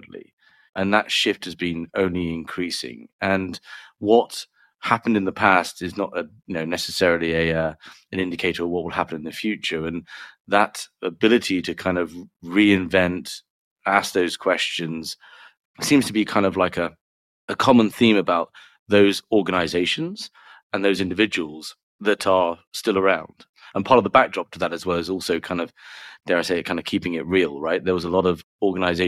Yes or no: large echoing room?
no